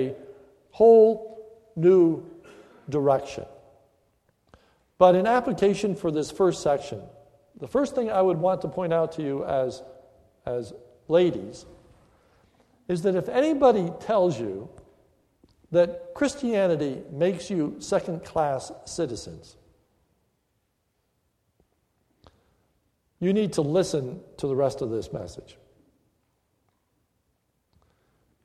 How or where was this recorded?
large echoing room